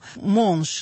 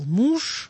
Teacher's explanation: А «у» – это в итоге утратилось «о» носовое и дало нам звук «у».